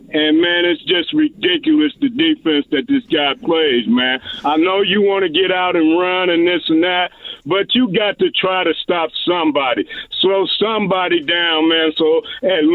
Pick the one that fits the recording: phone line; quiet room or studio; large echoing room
phone line